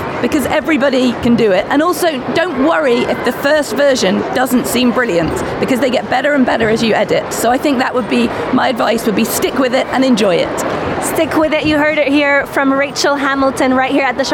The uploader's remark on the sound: at the Sharjah International Book Fair 2019